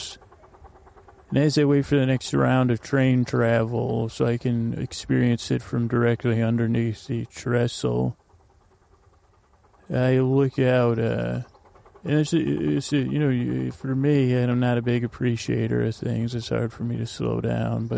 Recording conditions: sounds in the background